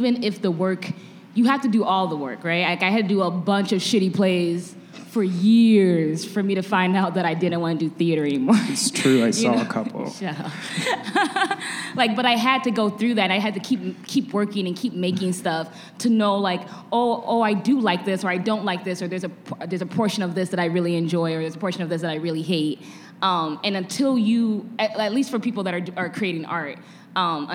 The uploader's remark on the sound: In a live panel recorded at Chicago Athletic Association Hotel, four of Chicago's premier creatives share their strategies for creating content that connects.